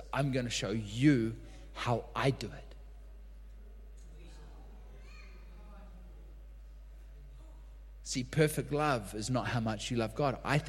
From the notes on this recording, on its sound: LIVE at Echo Church.